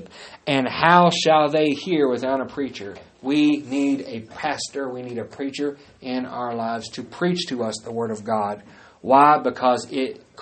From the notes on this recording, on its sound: Live service. At Great Plains Apostolic Church in Lawton, OK.